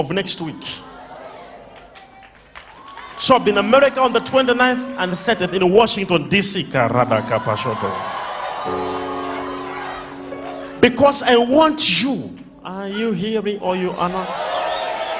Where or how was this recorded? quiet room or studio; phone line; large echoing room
large echoing room